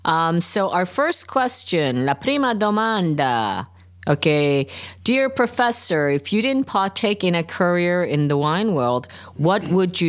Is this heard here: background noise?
no